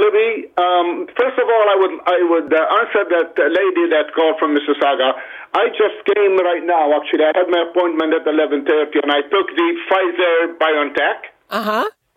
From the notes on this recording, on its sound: Listeners call